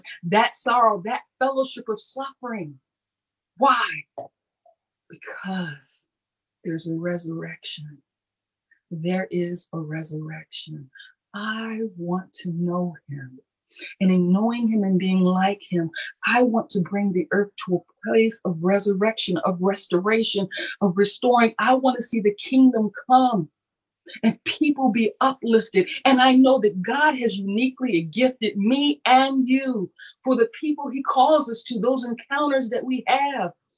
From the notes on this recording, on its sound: Our Zoom streamed Sunday Service!